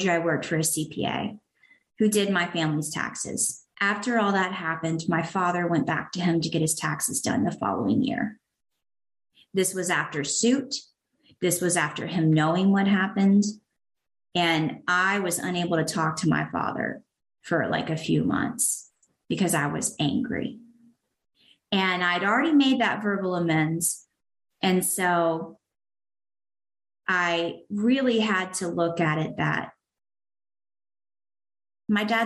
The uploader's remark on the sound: Sharing at the My Favorite Steps zoom meeting.